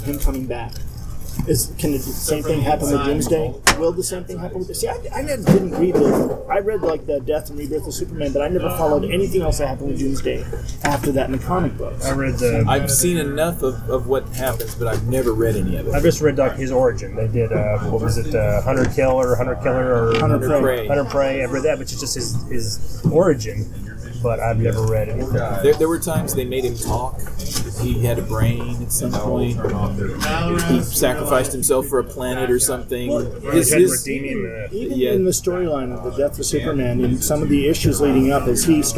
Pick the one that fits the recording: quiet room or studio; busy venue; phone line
busy venue